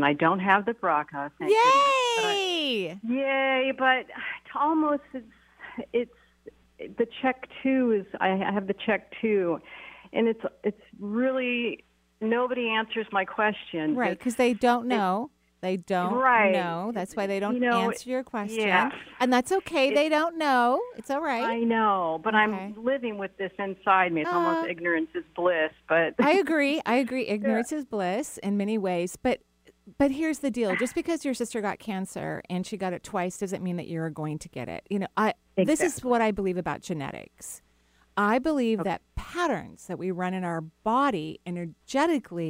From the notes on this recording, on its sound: Enjoy this call in show. Provides intuitive readings for callers from all around the world!